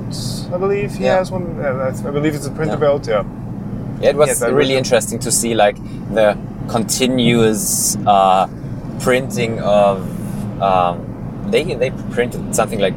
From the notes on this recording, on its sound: MRRF2019 Recap! (recorded while driving back).